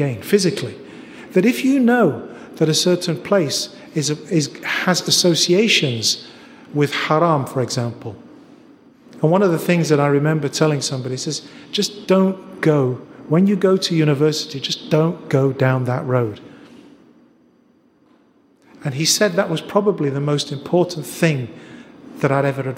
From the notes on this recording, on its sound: This episode is a recording of an event held in Glasgow, Scotland in July 2018.